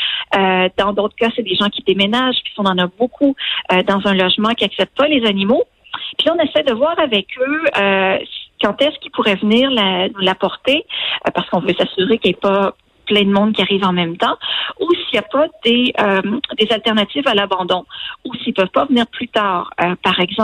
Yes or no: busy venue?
no